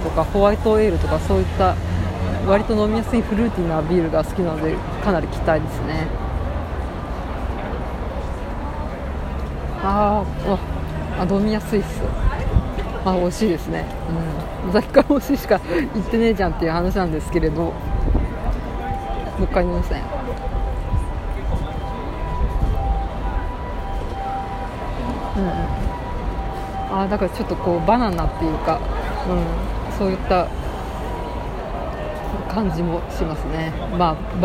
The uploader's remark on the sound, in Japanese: さいたま新都心ビール祭り 2019夏。さいたま新都心で例年行われるクラフトビールイベントに参加してきました。屋外収録ですので周囲の音や雑音が入りまくりです。